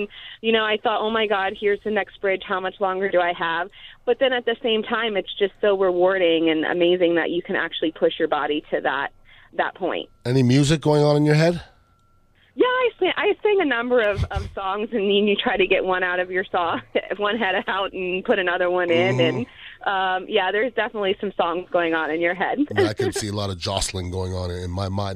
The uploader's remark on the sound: called into the show on Memorial Day weekend.